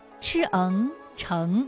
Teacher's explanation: 韵母是后鼻韵母嗯